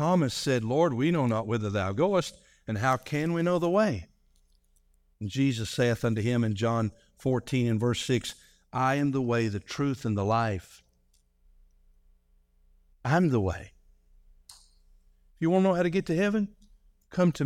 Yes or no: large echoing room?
yes